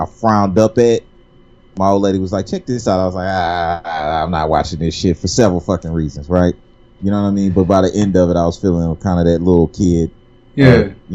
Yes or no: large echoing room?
no